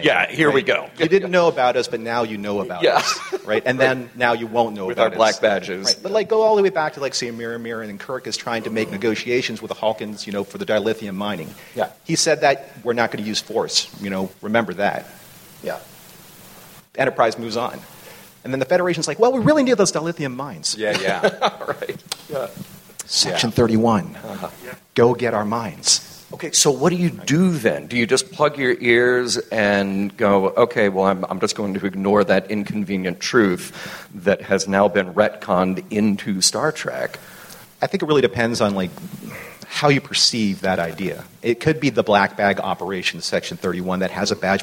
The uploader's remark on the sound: Recorded live at the Creation "56 Year Mission" Convention in Las Vegas.